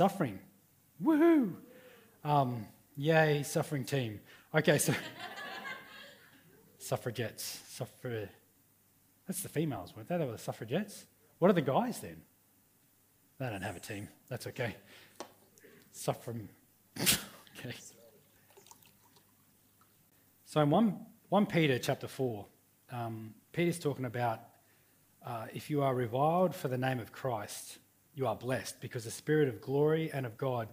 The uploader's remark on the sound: River Edge Church. This message was recorded on 07/04/2019 at the 11am gathering.